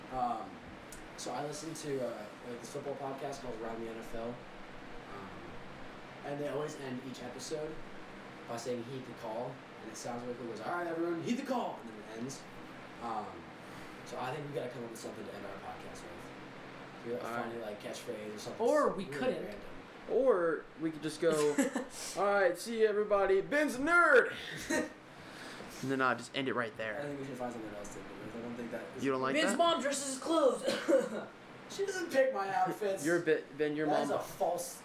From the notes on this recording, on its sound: Sorry the audio is bad our mic is so good it picked up the fan the whole dang time